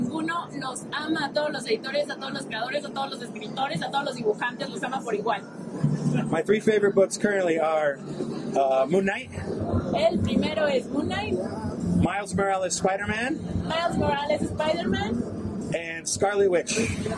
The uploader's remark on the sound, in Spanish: estuvo en el stand de Panini Cómics México